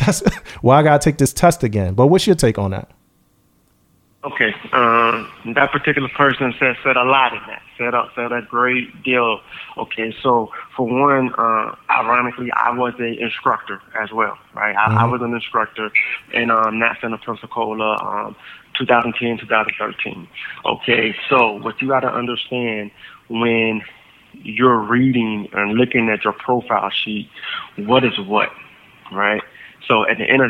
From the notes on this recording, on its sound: via phone call